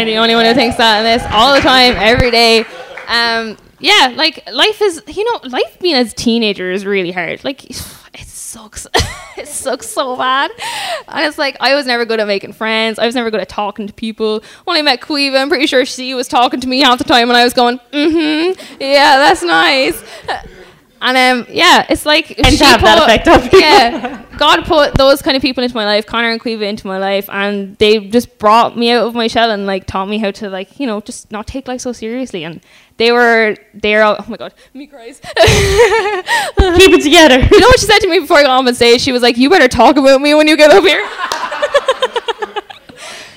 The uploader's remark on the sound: Live from ReConnect Young Adult Night. Alive Church TV.